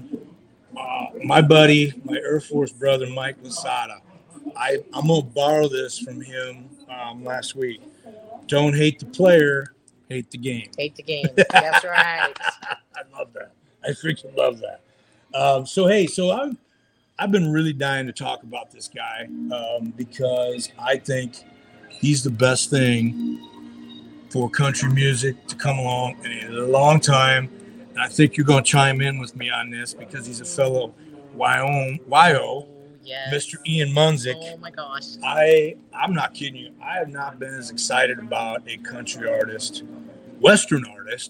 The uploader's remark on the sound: Live at The Broken Spoke Saloon